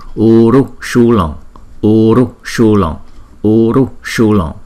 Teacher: Chữ U này nè, dài hơn chữ U này. Chữ U trước là hai nhịp, chữ U sau là một nhịp.